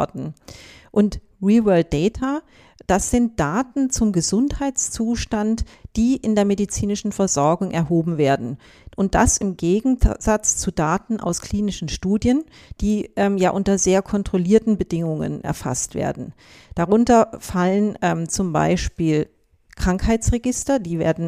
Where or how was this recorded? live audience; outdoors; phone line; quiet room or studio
quiet room or studio